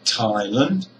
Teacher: The first syllable, Thai, is a strong syllable. It's a high-pitched syllable, and it is long and loud. The second syllable, Lund, is low.